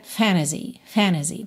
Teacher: quando a gente tem N, o T e uma vogal, muitas vezes esse T some e a gente usa o N para ligar direto na vogal. Então, fantasy vira fantasy, fantasy.